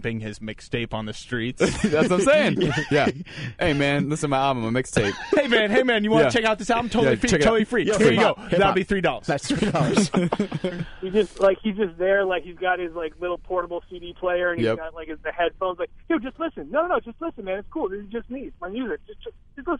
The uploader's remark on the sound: on the phone from Boston